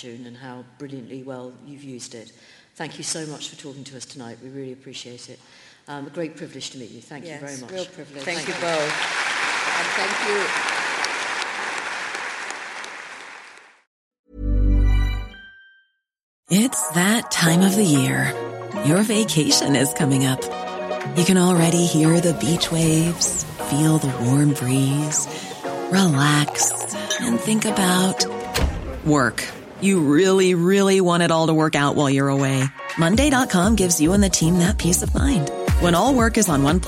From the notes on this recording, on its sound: live from WOW - Women of the World Festival at the Royal Festival Hall in London